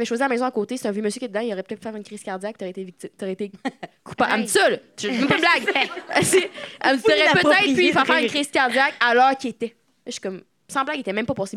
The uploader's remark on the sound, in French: Live à Québec.